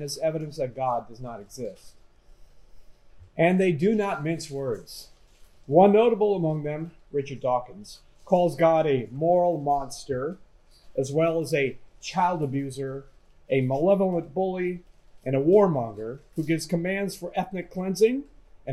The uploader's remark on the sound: This lecture was given on January 31, 2023, at Yale University.